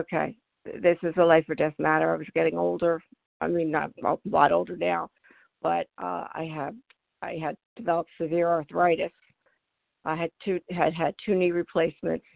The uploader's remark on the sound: from the 100 Pounders Phone Meeting on 12/4/20